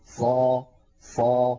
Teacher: نجد بأن صوت الصاد يتصعد إلى أعلى الفم لأن هذا هو الاستعلاء.